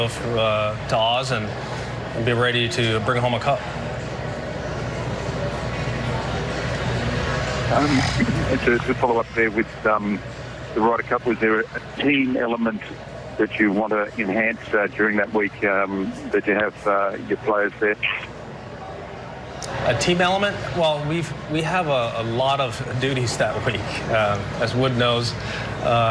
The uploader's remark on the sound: special Presidents Cup press conference